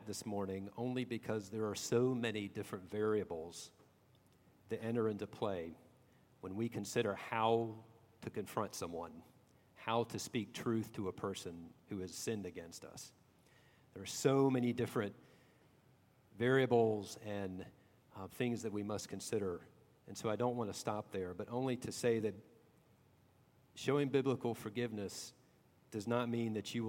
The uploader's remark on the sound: at Redeemer Presbyterian Church in Charleston, SC